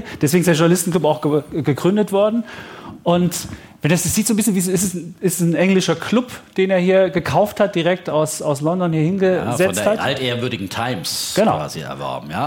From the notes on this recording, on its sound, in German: Vor Publikum im historischen Journalistenclub.